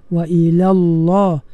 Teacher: Wa ila Allah tebalkan lam tu wa ila Allah lam yang pertama tu la tu nipis lam yang kedua pada lafaz Allah itu ditebalkan